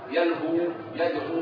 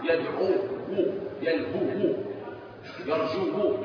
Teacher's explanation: لا نقول هذه واو مضمومة ولكن هي ساكنة ومشبعة من الضم السابق عليها · Shown in: first take · Term: بواو ساكنة